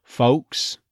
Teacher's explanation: the L sort of disappearing, turning into a schwa, or it may feel a little bit like a W